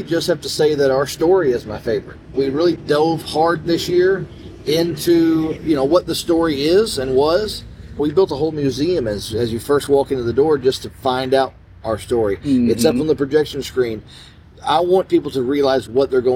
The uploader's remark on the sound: On Location: American Horrorplex & Frightmare Farms. At the American Horrorplex in Louisville Kentucky.